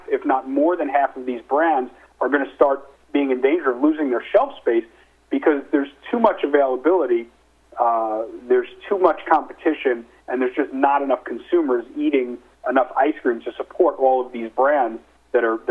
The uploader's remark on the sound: Nightfood Investor Conference Call